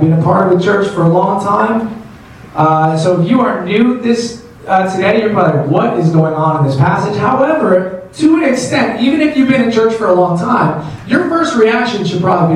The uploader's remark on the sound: Sorry for the audio quality. Our normal equipment was not available.